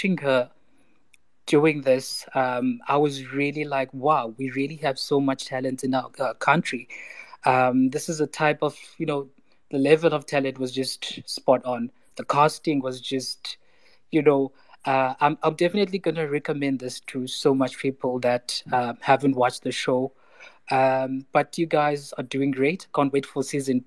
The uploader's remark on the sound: This is a recording of a Twitter Space conversation